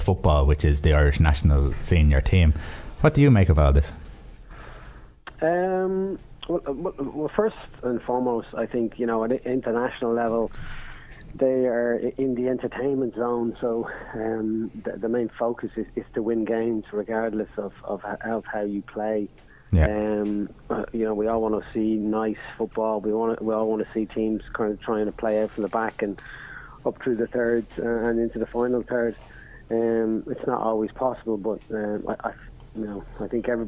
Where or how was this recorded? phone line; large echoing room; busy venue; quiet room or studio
phone line